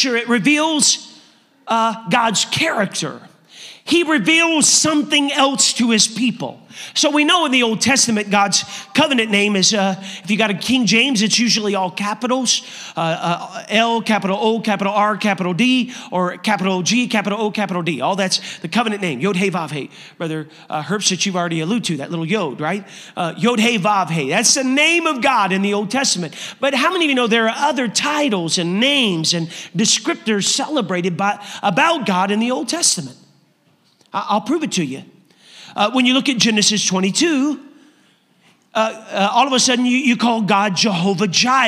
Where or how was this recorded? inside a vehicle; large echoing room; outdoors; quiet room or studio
large echoing room